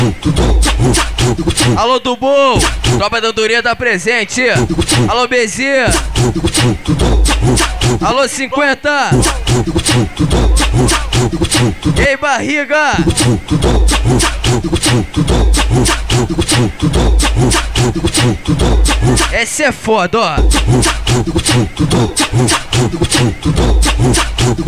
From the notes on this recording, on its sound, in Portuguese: AO VIVO FORMOSO FOLIA